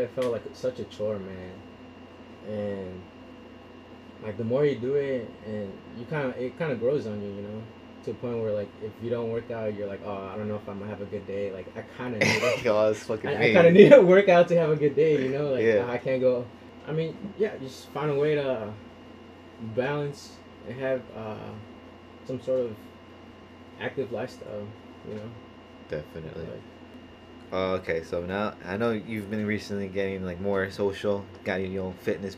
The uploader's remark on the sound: I also apologize if the audio is hard to listen to, first time using two mics and I was not sure what I was really doing.